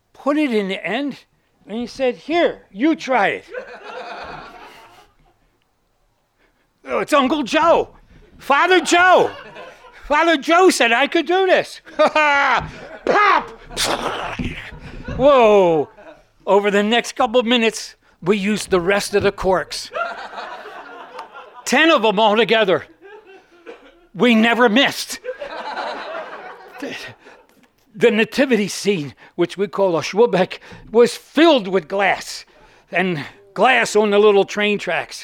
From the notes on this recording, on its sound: Recorded Live at the 2015 Three Rivers Storytelling Festival.